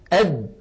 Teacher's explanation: تجد بأن الصوت قد انغلق تماما